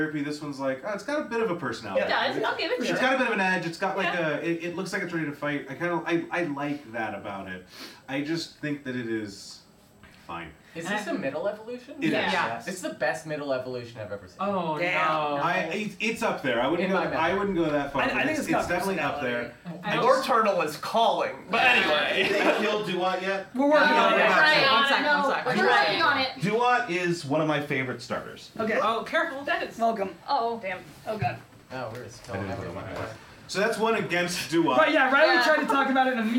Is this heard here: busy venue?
yes